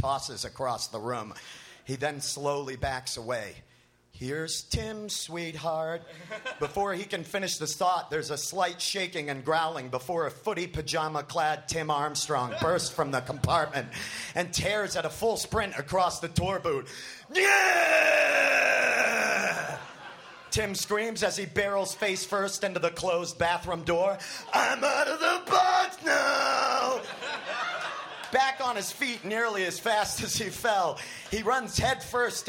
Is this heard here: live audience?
yes